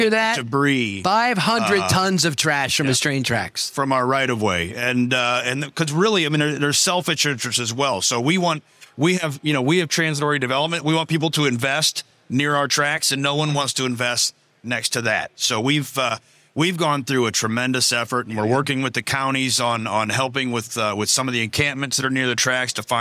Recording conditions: busy venue